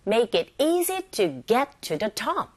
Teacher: 문법적으로 필요한 그런 단어들이기 때문에 우리가 내용을 전달함에 있어서는 정보가 없어요. 그래서 make easy, get, top 여기에 강세를 줘서 발음하시면 됩니다. 그렇게 발음하다 보면 make it easy to get to the top 이렇게 되겠죠.